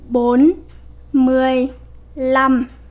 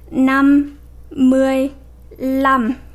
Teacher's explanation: So as you know, the word five is pronounced num, right? But whenever five go after any other number, you will pronounce it lum. For example, 45 is bốn mười lăm.